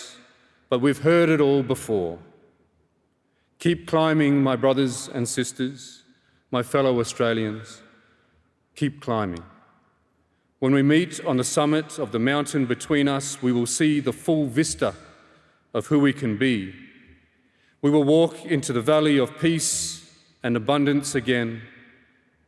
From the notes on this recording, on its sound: Six Australian cultural icons took to the stage at Melbourne Town Hall for an intimate evening of storytelling. This event was recorded on Wednesday 4 October 2023 at Melbourne Town Hall.